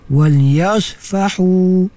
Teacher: Kalau sambung barulah jadi mad jaiz munfasil. Bila waqaf dia kembali kepada mad asli dua harakat ya.